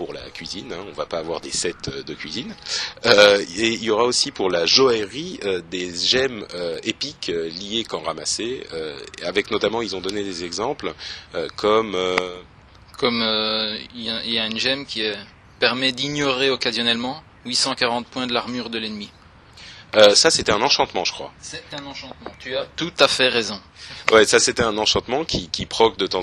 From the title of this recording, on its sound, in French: En direct de la Blizzcon